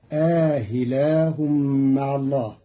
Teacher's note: قرأ قالون كلمة أإله بتسهيل الهمزة الثانية بين مع الإدخال فتصير آهلاه مع الله.